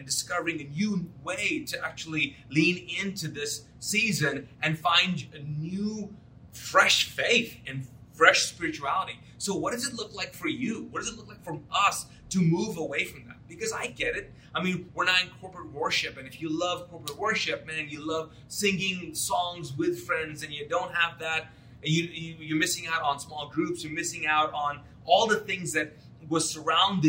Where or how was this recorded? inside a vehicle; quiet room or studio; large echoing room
large echoing room